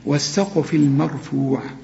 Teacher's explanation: والسين مرققة والقاف هي المفخمة وقلقل القاف